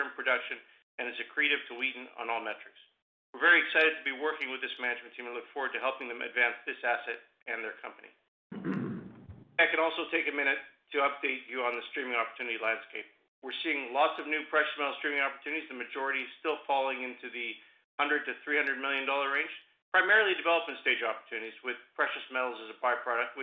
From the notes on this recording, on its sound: Second quarter 2021 earnings call for Wheaton Precious Metals Corp.